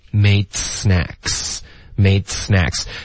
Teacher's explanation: hangout。所以 hang out 是不是年轻人觉得比较酷的一种方式，就是待着玩、就是玩，可是不能说 play，要说 hangout。好、okay?那我们也学到了，哪怕你们大家坐在那边发呆一起玩手机，他就是待着嘛。对，待着也可以用 hangout。但就是咱们理解的玩，就是那种随便玩啊、瞎玩那种，待着。这英文就是 hangout，好不好？来看这两句连读怎么读了。好，第一个就是 I madesnacks。那 made 这个双元音 ae，大家多注意，OK？好的音省略 made，然后连到思的时候呢，就会导致一点点爆破。因为你省略的，你的舌尖会顶上颚。I madesnacks。你有没有听到 snack 前面有一点刺？有小小的刺。对，有一点爆破。